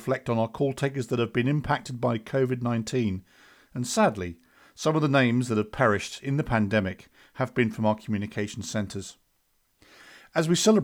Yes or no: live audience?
no